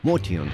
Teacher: Клубные же конферансье произносят его армянское имя с ударением на первом «о»